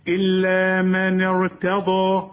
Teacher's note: التاء رققها الضاد فخمها